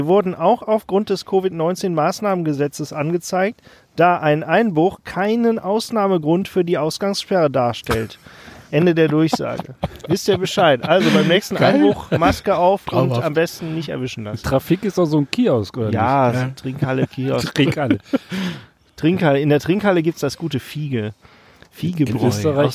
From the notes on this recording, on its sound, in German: Als Bonus Live auf Band: Spontane Donuts auf dem Asi-Parkplatz und eine neue Stimme am Mikrofon.